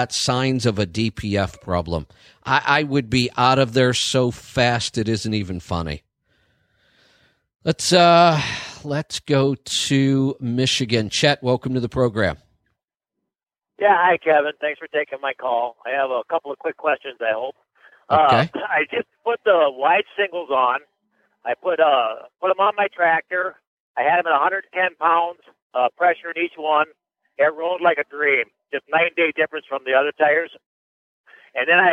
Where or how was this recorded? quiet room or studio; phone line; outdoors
phone line